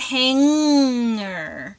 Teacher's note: You don't pronounce the hard G. · Term: ng sound